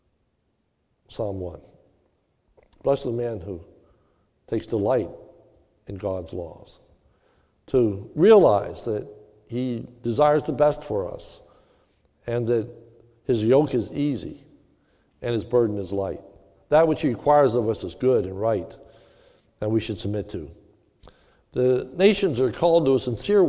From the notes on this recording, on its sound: This sermon was recorded live at the Lebanon Bible Fellowship Church in Lebanon, PA during the evening service